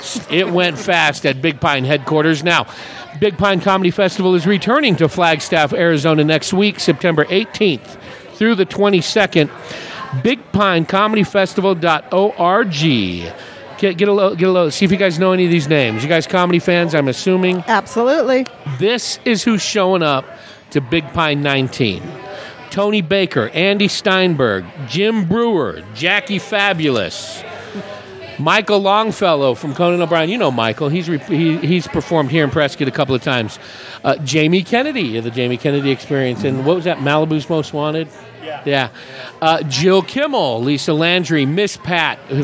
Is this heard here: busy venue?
yes